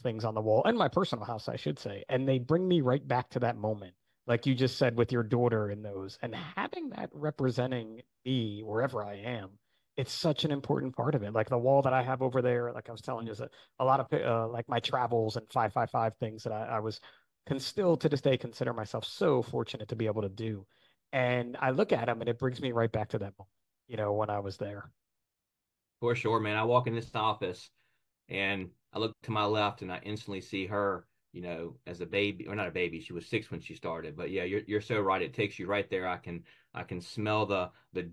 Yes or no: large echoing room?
no